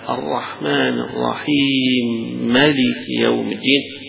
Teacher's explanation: كأن هنا الكسرة بتاعت الرحيم حيلغيها ويدغم الميم فيما يليها · Term: الإدغام